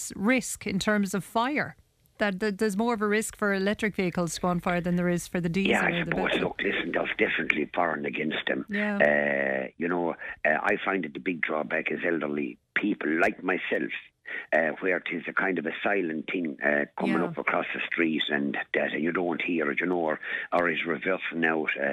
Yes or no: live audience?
no